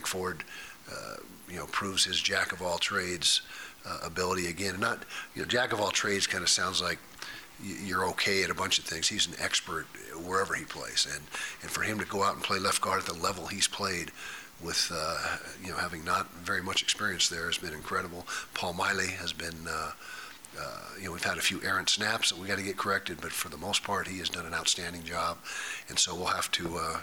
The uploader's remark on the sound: Press conference.